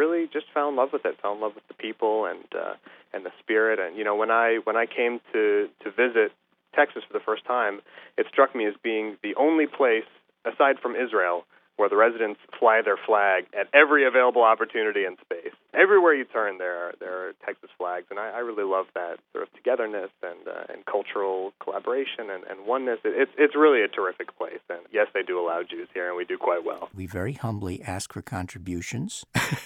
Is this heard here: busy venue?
no